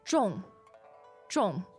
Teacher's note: The fourth tone, zhong, means heavy, almost like the tone itself. It's so heavy that it falls.